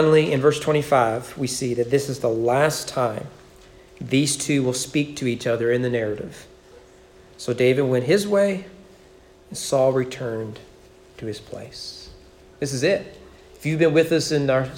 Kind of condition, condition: setting, large echoing room